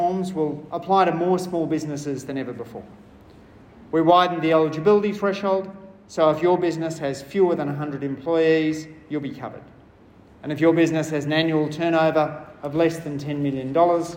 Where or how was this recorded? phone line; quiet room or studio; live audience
live audience